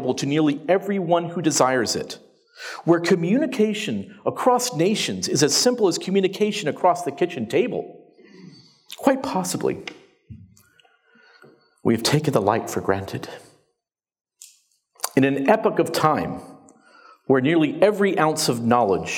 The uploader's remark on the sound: The opening presentation from the 2019 Sovereign Nations Conference, Speaking Truth to Social Justice, held in London, England.